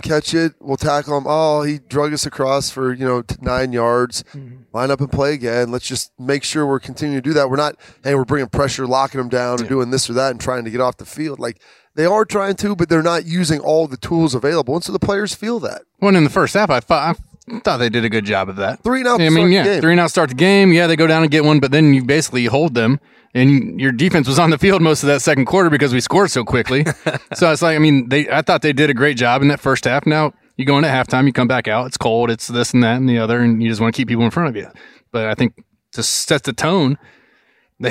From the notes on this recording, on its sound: Lettermen Live returns for another jam-packed episode from Roosters.